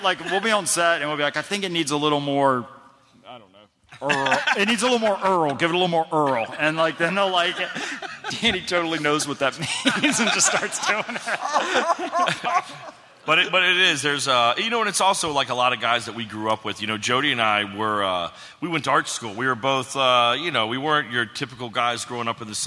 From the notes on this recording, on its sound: Live from SDCC 2016. It's the first show from SDCC 2016 at the Balboa Theater! Takes some questions from the audience.